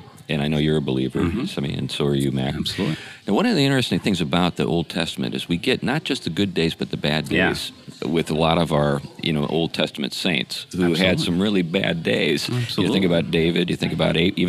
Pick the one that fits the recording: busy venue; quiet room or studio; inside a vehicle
busy venue